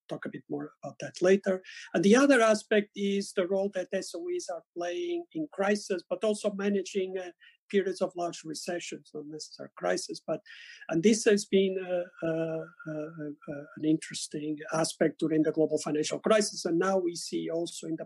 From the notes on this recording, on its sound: The Peterson Institute for International Economics (PIIE) held a virtual event